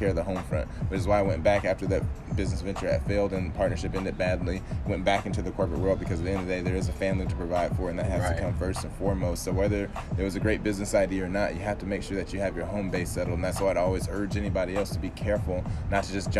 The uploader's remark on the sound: Oh yeah we outside and it's morning time so enjoy the sounds of nature, along with the vibes, and the gems..